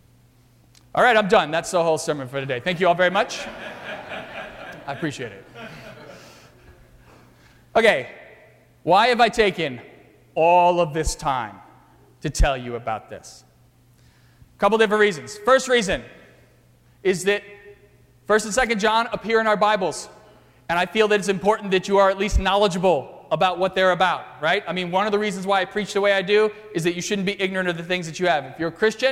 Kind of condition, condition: setting, large echoing room